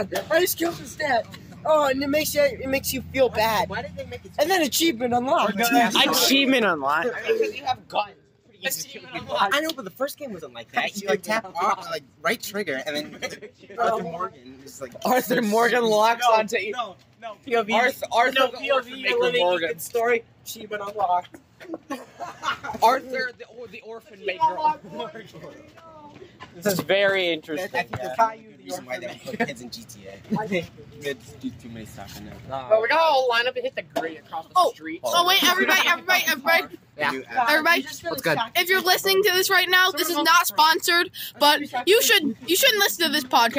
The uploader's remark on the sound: Today I am joined with a group of people as we go live from a DQ that we walked to during school. Recording this episode was absolute mayhem.